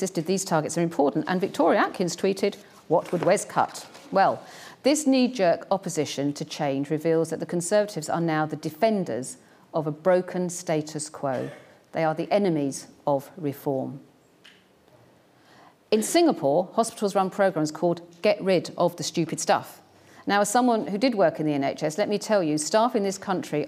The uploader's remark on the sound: Keynote speech at Government 2024, the IfG's annual conference with Grant Thornton UK LLP.